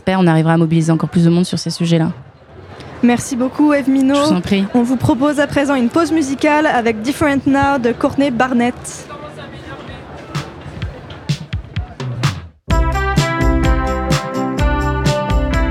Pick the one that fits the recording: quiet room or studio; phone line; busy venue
busy venue